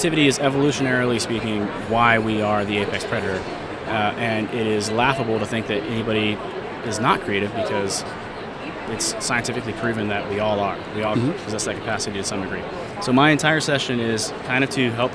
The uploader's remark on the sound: Live from #IMEXAmerica